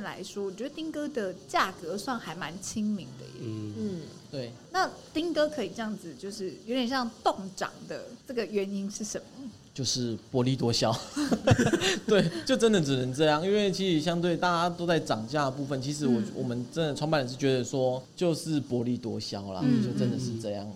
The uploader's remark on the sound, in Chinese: 本集因戶外錄製遇上音樂活動彩排，偶有較嚴重的環境音干擾，敬請見諒！